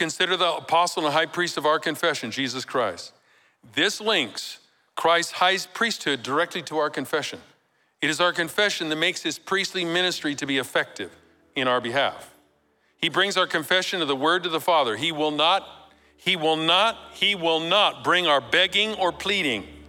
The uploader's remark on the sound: Recorded live at Capital Church in Meridian, Idaho on December 3, 2023